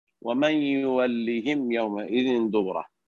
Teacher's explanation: واستثني له من ذلك: ومن يولهم يومئذ دبره إلا متحرفا لقتال أو متحيزا إلى فئة في سورة الأنفال فقرأه بكسر الهاء كباقي القراء